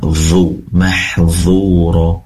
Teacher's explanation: Pastikan dha berasal dari ujung lidah yang ditempelkan ke ujung gigi seri atas